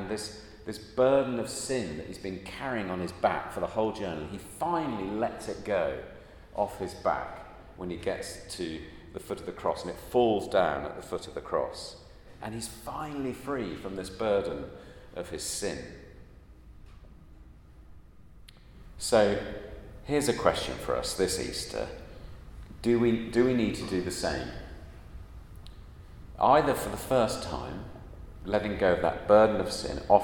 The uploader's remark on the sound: At a Christians in Parliament Chapel Service which was held in the Chapel of St Mary Undercroft on Tuesday 28th March 2023.